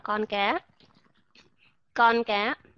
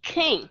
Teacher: các bạn sẽ nghe a puff of air · Shown in: second take